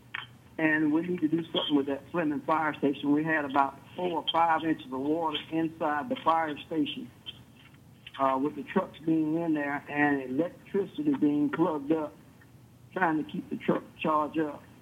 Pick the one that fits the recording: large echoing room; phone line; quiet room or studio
phone line